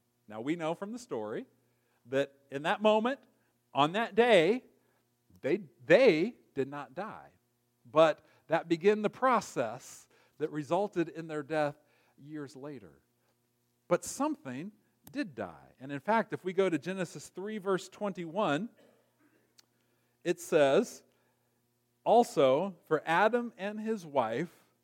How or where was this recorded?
large echoing room